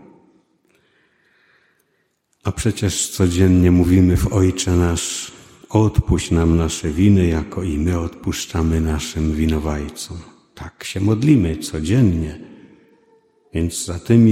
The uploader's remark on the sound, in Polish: 90. rocznica poświęcenia kościoła. Nagrania homilii i kazań wygłoszonych w parafii WNMP w Opolu Gosławicach.